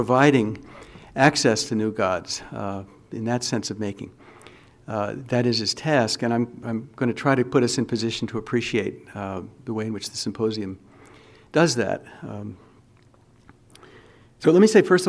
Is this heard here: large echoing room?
yes